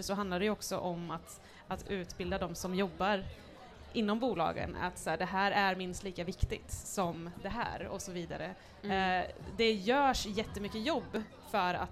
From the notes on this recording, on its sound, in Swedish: Livepodd från den 1/6 under Järvaveckan, hos Make Music Matter.